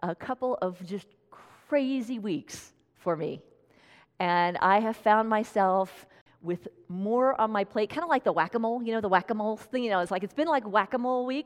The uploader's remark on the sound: Tune in to this special talk, recorded at Unity of Red Rocks in Morrison, Colorado.